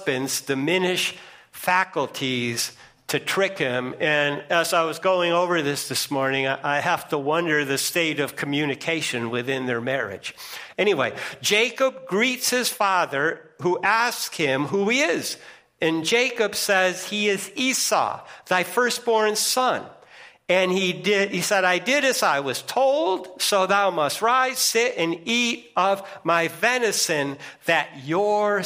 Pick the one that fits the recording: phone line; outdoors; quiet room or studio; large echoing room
large echoing room